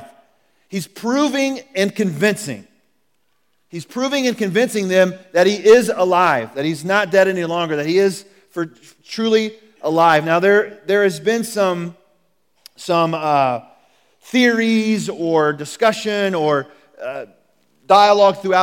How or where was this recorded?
large echoing room